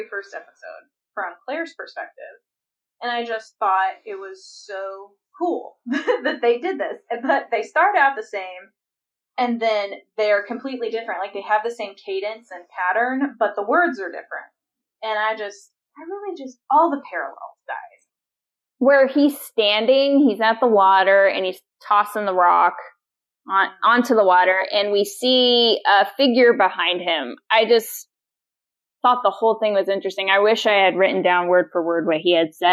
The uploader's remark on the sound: Please excuse the lesser audio quality, we were experiencing technical difficulties during the recording process.